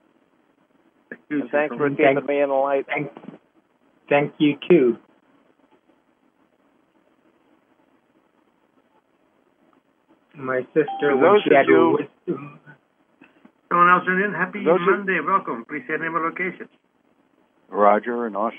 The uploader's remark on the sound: Conference Call LIVE